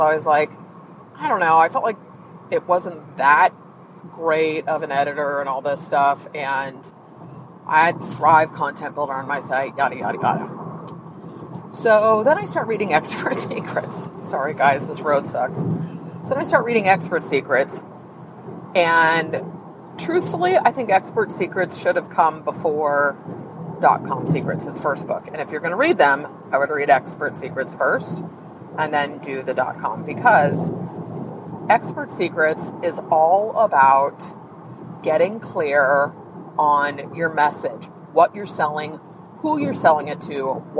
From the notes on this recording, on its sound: This episode is a little different in that I recorded the episode from the car before I wrote the show notes.